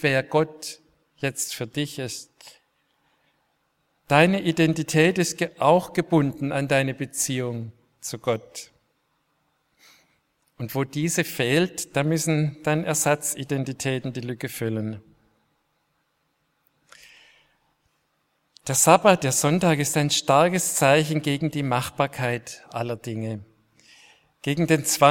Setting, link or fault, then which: setting, large echoing room